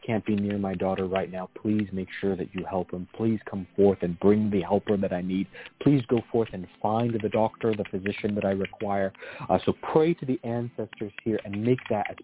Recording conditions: phone line